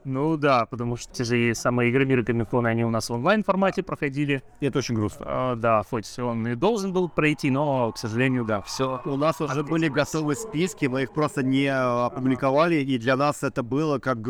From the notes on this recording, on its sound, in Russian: Полевой выпуск подкаста записанный на Bubble Comics Con 2021 в декабре и только сейчас добравшийся до вас.